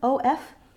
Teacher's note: this word, of, always is pronounced with a voiced V at the end. If that voiced consonant were unvoiced, it would sound like the word off, O-F-F.